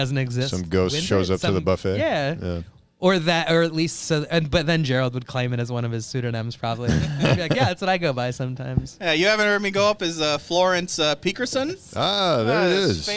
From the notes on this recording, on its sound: Live show at the Yacht Club.